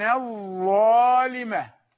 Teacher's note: ثم التاء مع الظاء، كانت ظالمة، الإدغام فيها كان الظالمة، أدغمنا ونطقنا بضاء مشددة